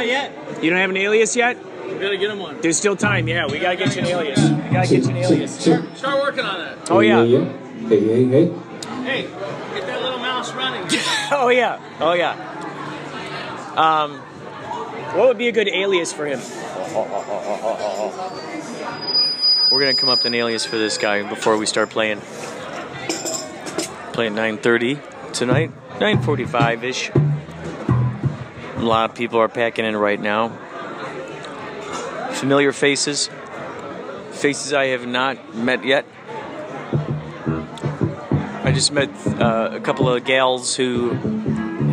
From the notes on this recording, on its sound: Live from Bombay Bar & Grill In Ventura, CA. With a sound check!